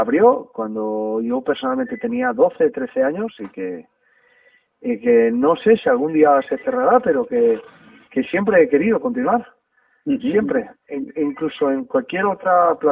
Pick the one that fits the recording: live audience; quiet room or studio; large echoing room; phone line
phone line